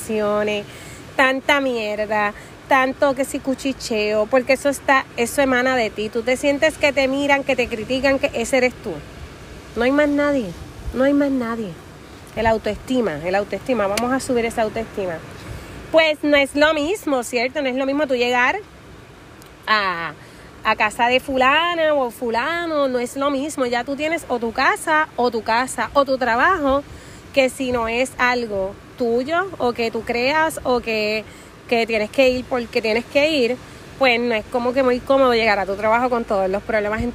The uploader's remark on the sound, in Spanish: Hoy grabamos desde la playa, disfruta el va y ven de las olas